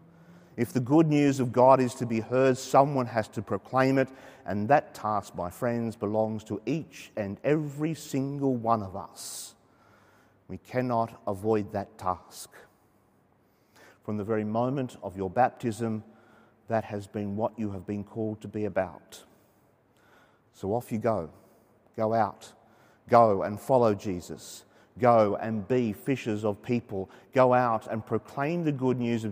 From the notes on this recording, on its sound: Saturday evening Mass from Sacred Heart Cathedral, Hamilton